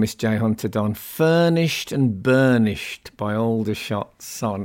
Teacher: they're essentially iambic pentameters, these lines. 10 syllables. Unstressed, stressed, unstressed, stressed. And furnished and burnished is a beautiful internal rhyme to read out loud.